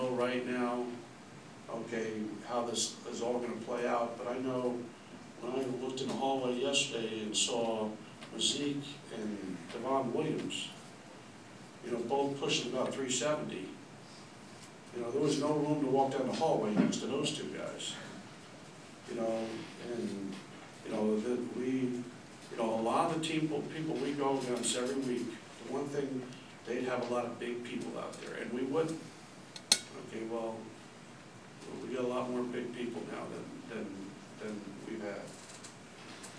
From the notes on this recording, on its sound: a Thursday morning press conference at Mrkonic Auditorium